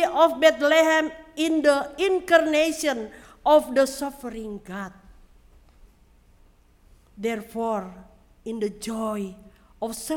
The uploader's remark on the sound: Sermon preached at RCHP on December 25, 2022.